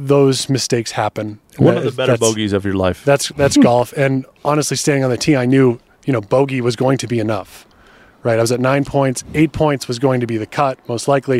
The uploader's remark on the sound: Live from Barracuda Round 2